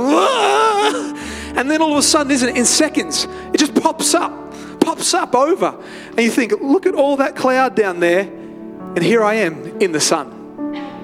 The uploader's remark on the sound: live at Freshwater Church